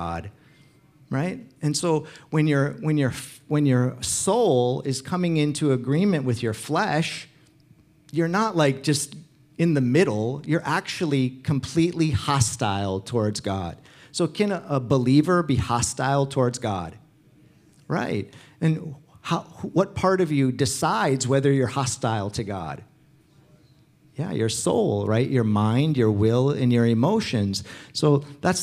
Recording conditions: large echoing room